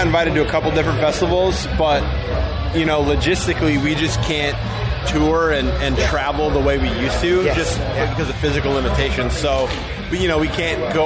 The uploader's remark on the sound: TURS at Download Festival 2022.